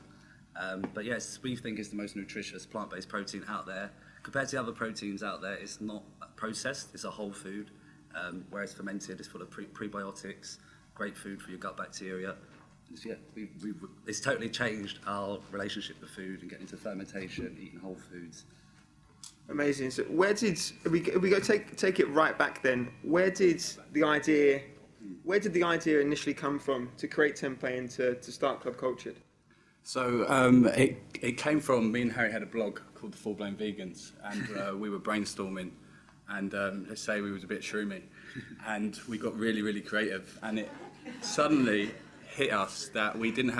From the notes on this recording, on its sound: Live! This week we bring you an episode recorded live at Vevolution Festival 2019.